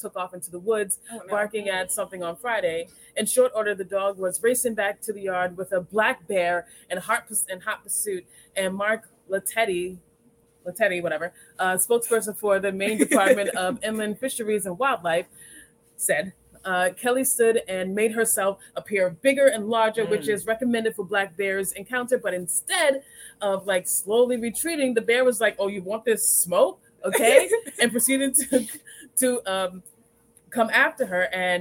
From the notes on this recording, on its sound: We'll be recording from Buckies Biscotti in Dennis Port!